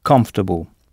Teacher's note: Et notez que OR est à peine audible, comfortable, et que c'est la première syllabe qu'il faut frapper